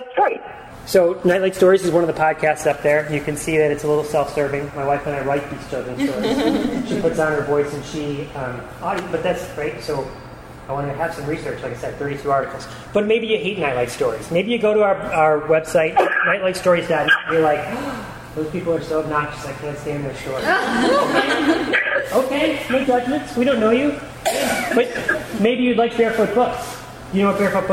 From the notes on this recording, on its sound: This episode features a recording of a live presentation. At the 2012 Virginia Society for Technology in Education Conference.